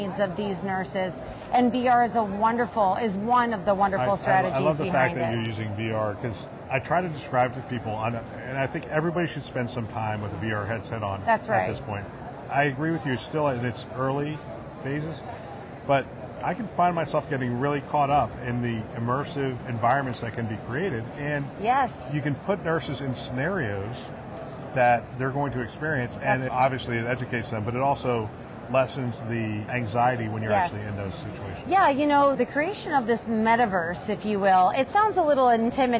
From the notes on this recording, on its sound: it’s an Interview in Action live from ViVe 2023